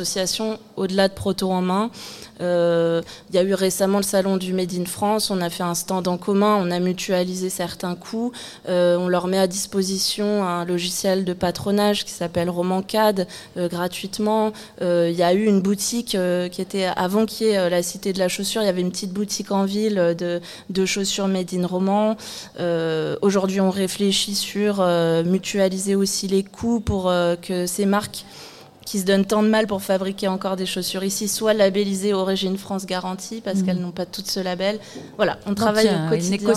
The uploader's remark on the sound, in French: Une émission en direct de la cité de la chaussure de Romans-sur-Isère